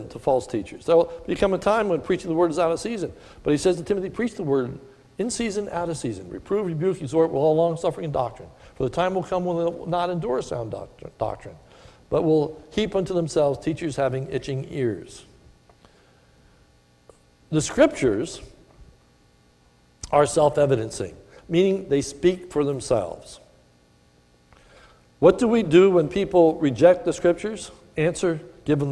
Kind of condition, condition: setting, large echoing room